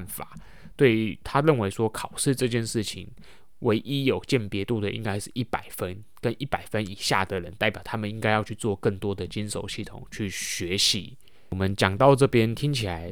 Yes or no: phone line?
no